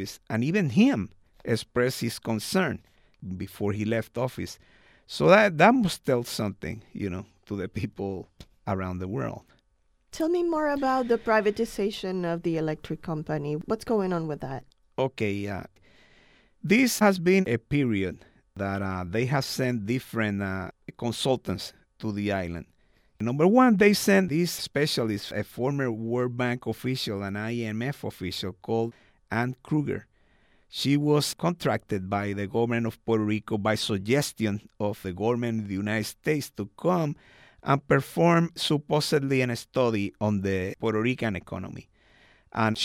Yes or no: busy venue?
no